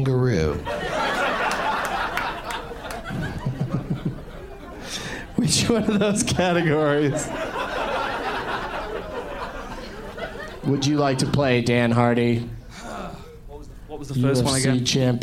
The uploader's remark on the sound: Live from the Palace Station Casino in Las Vegas